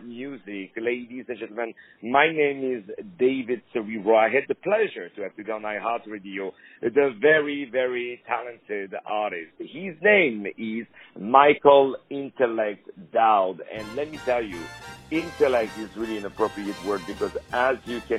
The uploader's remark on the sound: On the phone